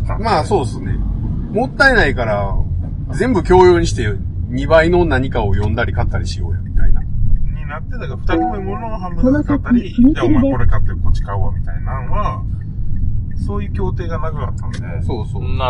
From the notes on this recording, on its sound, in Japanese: 今週は車中収録です。